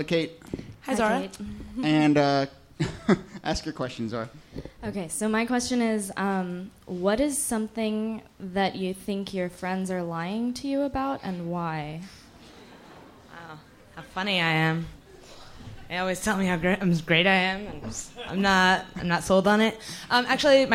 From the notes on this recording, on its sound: This excerpt is from our January regular show at Housing Works Bookstore. Some audience members.